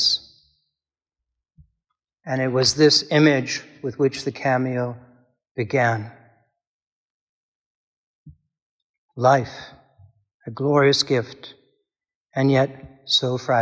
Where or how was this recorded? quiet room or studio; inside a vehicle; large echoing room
large echoing room